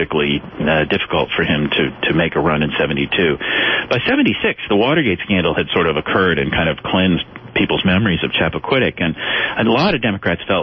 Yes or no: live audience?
no